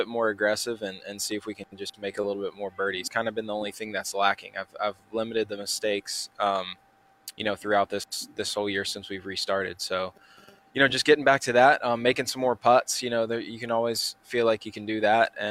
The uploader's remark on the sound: We're LIVE at Tour Event. Live from this week's KFT event, the REX Hospital Open and will be joined by players throughout.